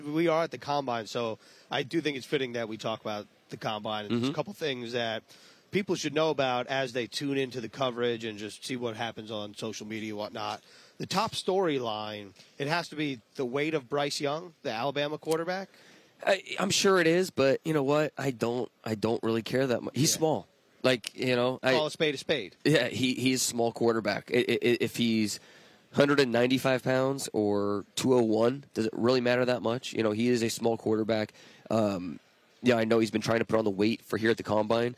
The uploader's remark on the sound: live from the 2023 NFL Combine